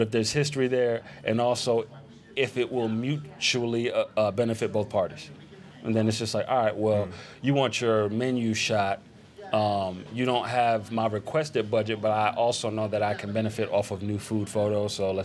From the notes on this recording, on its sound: We’re back live from the Adorama Event Space